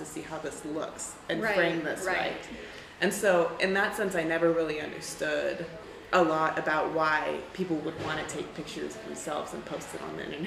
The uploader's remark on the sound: This episode was recorded in a noisy hostel common area, sorry for the background noise!